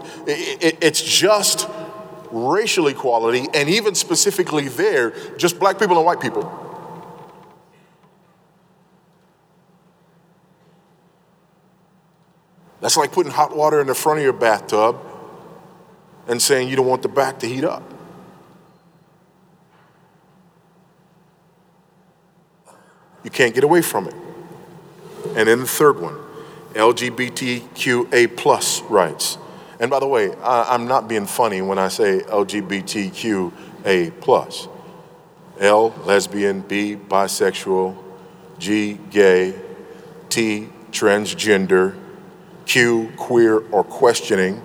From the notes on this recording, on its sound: This presentation was given on January 16, 2019 at the Sovereign Nations 'Social Justice & The Gospel' Conference in Atlanta, Georgia preceding the G3 Conference.